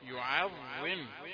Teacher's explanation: خلي العين رقيقة يعظم عشان بتاخد من الضاء تفخيم شوي